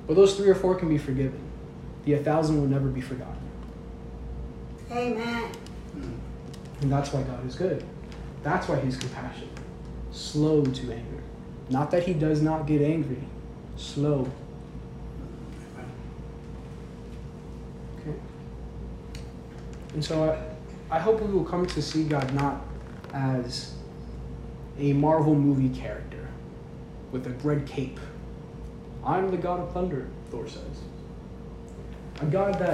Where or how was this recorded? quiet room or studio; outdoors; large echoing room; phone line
large echoing room